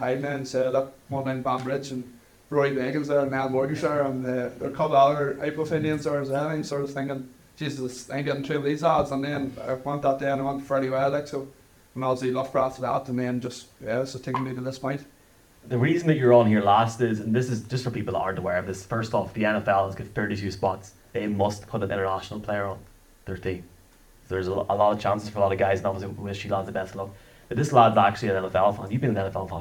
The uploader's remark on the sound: Live from the Hill Of The O'Neill in Dungannon